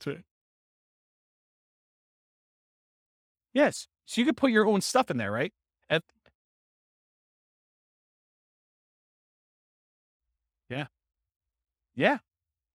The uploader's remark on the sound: This was a live class recorded